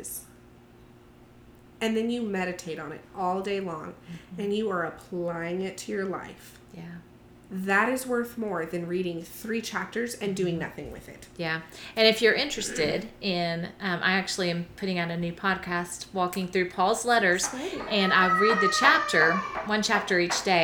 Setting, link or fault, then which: fault, sounds in the background